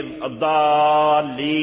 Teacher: مددنا الياء لأن النون ساكن